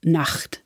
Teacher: And that was a ch sound, this kind of back-of-the-throat ch